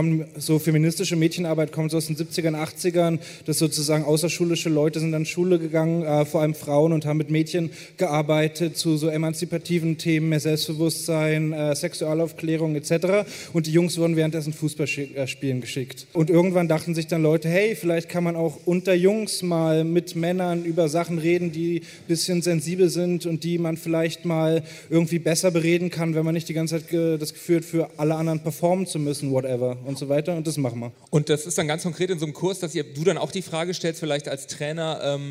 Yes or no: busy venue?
yes